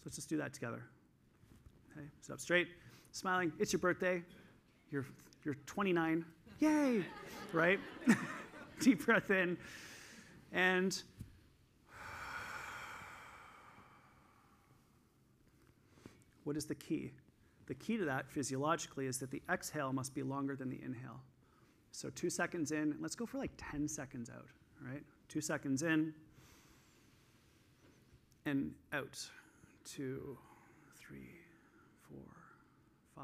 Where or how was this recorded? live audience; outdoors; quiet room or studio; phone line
live audience